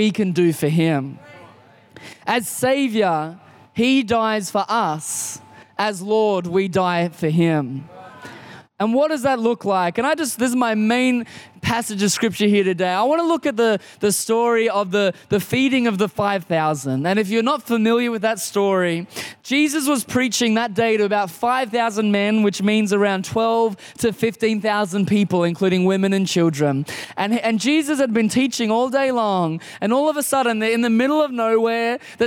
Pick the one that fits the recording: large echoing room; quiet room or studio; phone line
large echoing room